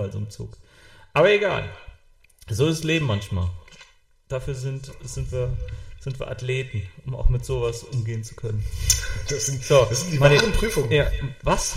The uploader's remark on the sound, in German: Ton leider mit etwas Hall.